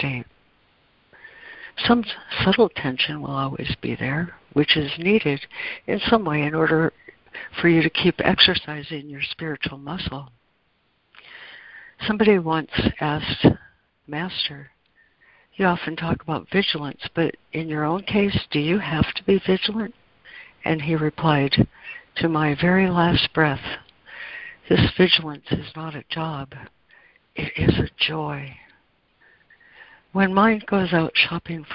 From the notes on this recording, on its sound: ACIM Daily Conference Call